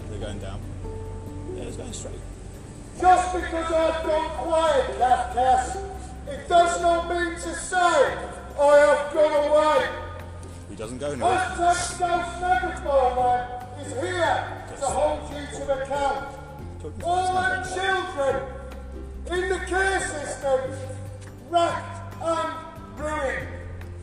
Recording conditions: outdoors